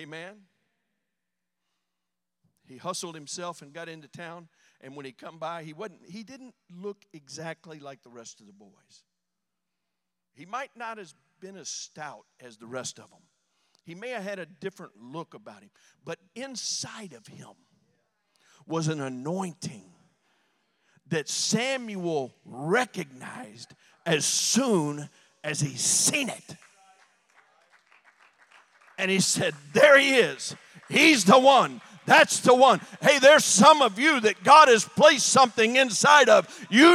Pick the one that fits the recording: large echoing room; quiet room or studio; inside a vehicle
large echoing room